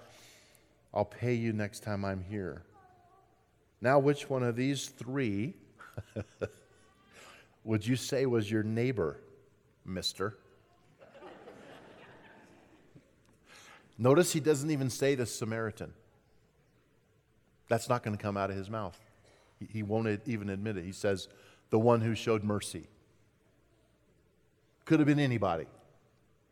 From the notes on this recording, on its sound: At Timberline Church. Live.